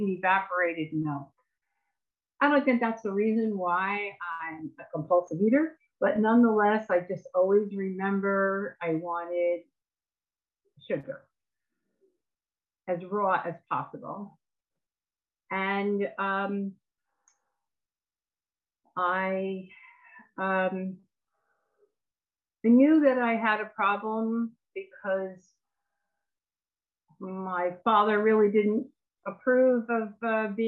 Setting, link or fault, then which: link, video call